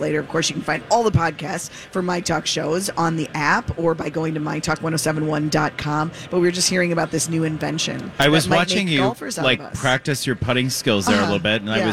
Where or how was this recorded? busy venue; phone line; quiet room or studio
busy venue